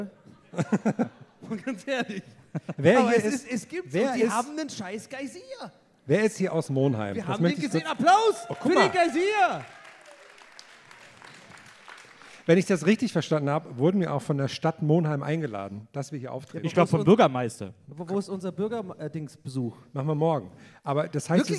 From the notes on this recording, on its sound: Wie ein U-Boot sind wir in Monheim aus dem Rhein aufgetaucht und haben uns direkt am örtlichen Geysir niedergelassen. Live in Monheim.